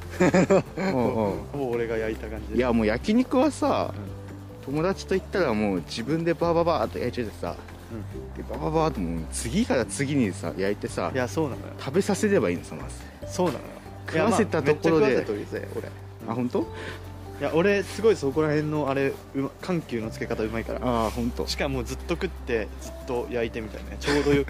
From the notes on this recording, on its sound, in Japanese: YouTubeと同時配信！カメラテスト兼ジンバルテスト兼ラジオ収録。今回実はカメラで収録をしました。